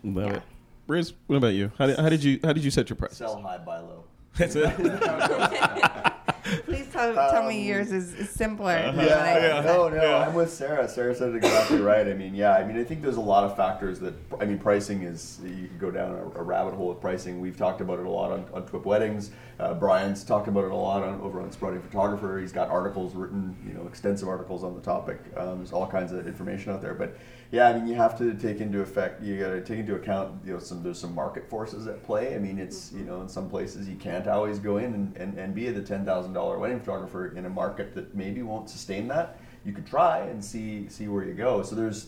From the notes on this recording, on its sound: A WPPI 2016 Round Up. At the WPPI conference.